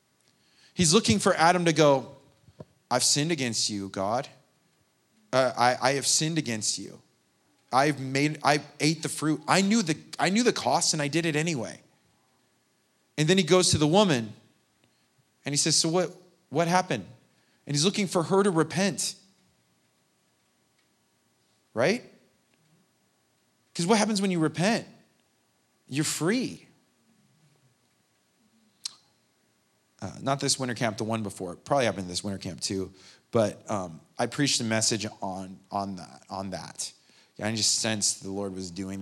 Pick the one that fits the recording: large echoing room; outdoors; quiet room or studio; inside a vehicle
large echoing room